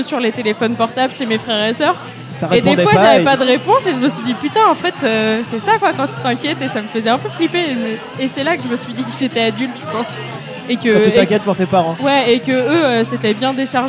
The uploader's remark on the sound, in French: épisode enregistré au Café sans nom (Paris 20e)